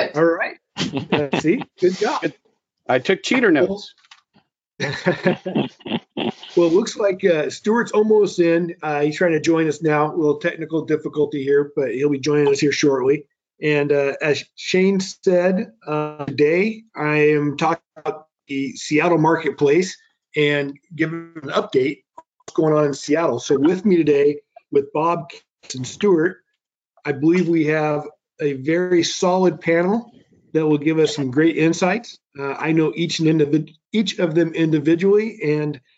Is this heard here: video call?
yes